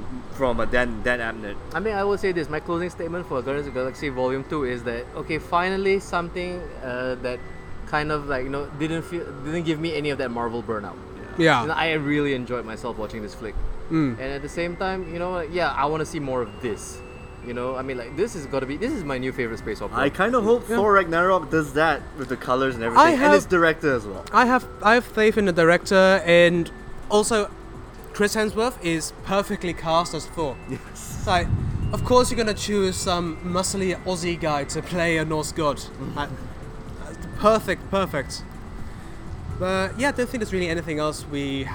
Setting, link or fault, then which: setting, outdoors